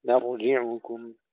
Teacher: كلمة مرجعكم ننتبه إلى ترقيق الميم وتفخيم الراء ثم تحقيق كسرة الجيم